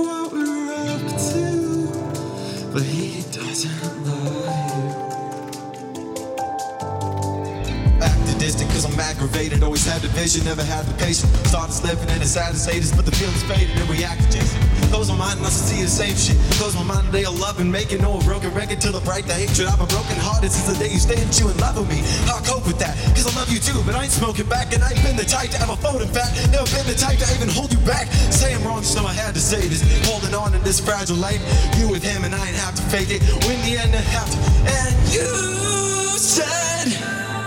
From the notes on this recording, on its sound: this performance live at New Hands Music Festival